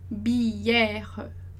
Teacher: bière, né, com som de E, e aquele E no final que não é pronunciado